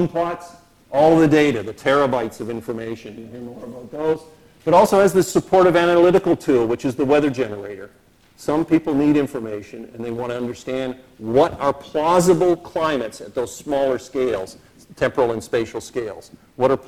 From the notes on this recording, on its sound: speaking at the launch of the 2009 UK Climate Projections in Oxford